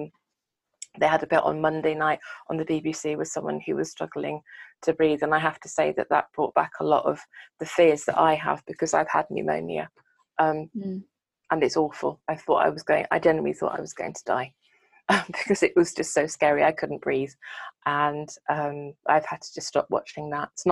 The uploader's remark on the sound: We decided that we’d catch up on Zoom and ended up doing an impromptu recording. Recorded on the eve of the UK lockdown. This episode is audio and video.